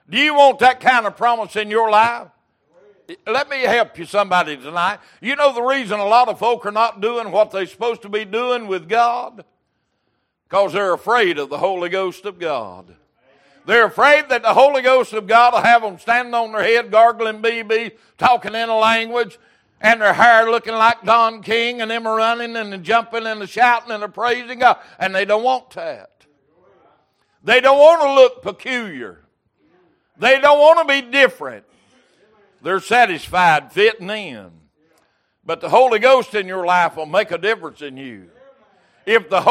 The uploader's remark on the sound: Recorded January 8, 2023 - Sunday Evening Service